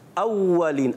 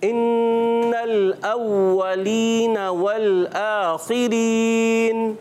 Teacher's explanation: वाव की अदायगी होगी होंठों की गोलाई से और ज़रा रुक कर · Term: तशदीद